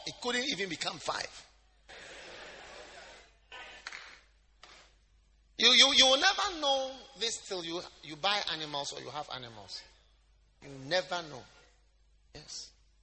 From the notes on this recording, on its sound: Preached at The Lighthouse Chapel International, King of Kings Cathedral.